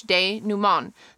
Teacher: The English word is pronounced like the French denouement. The last syllable has a nasalized vowel.